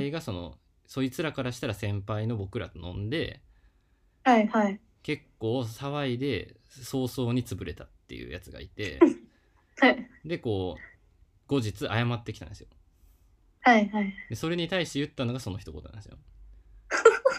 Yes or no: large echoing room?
no